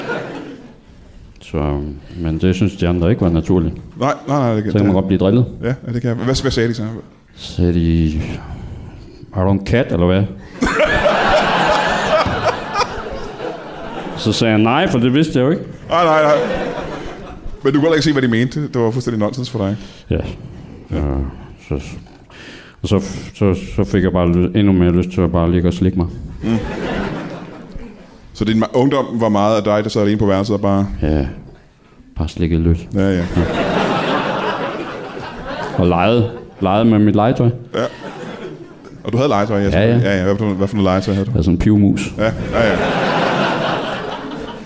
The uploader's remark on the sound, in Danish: LIVE fra UP Festival på Comedy Zoo. Optaget under UP Comedyfestival på Comedy Zoo i København.